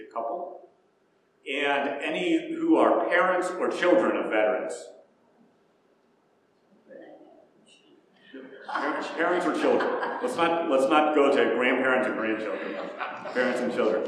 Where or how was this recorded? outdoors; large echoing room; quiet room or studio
large echoing room